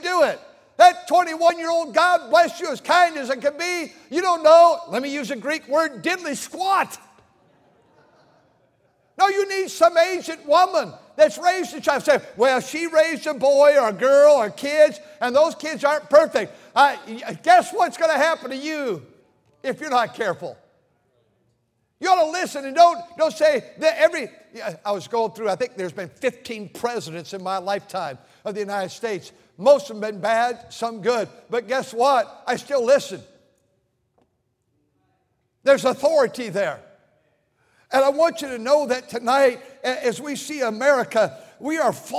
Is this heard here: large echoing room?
yes